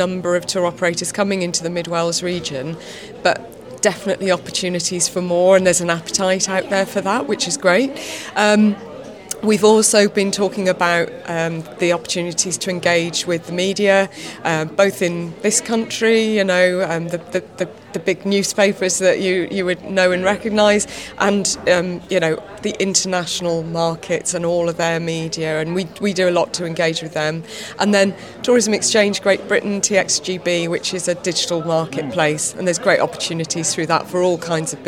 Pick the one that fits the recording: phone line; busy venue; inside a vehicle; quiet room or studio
busy venue